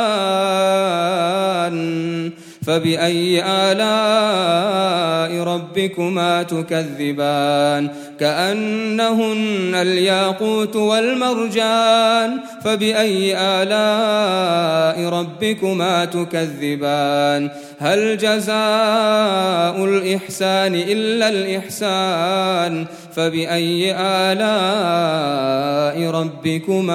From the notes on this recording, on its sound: Ramadan 2018 at the Houghton Masjid (West Street).